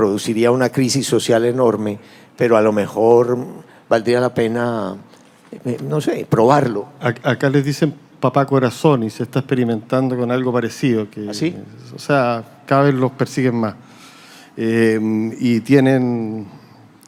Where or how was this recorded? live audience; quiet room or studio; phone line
live audience